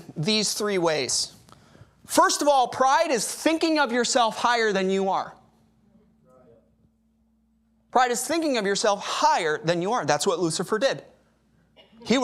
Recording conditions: large echoing room